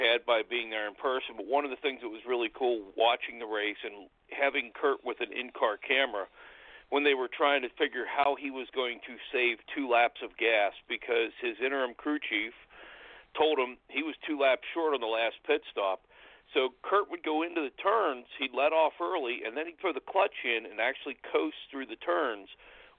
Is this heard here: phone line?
yes